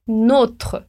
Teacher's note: a pronúncia é nôtre, com esse O fechado.